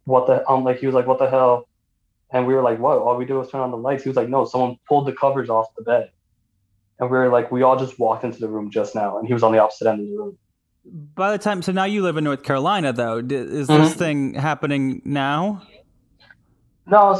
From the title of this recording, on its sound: Listener Phone Call Extravanganza